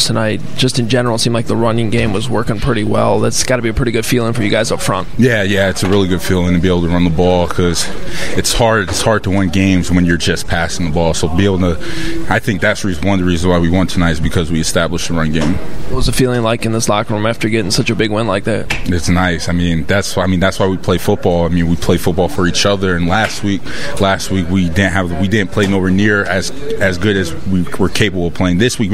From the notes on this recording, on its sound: live from Soldier Field